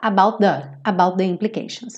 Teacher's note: E aqui o about the, dois T's você não vai quicar